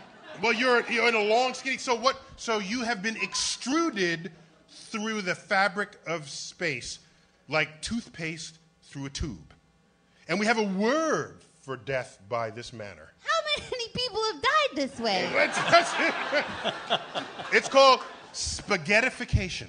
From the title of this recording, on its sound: Live at the Bell House